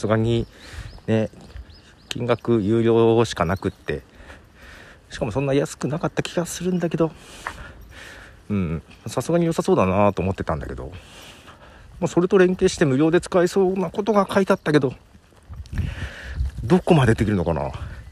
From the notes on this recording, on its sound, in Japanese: 歩きながらの収録。ひさびさに歩きながら、まったりと収録。